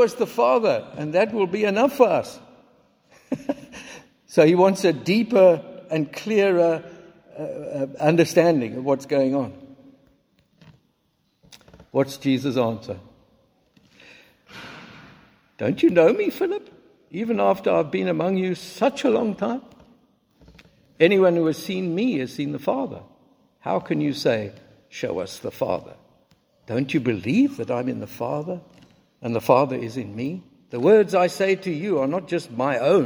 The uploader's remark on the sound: Recorded at the 9:30am service on Sunday 19th March 2023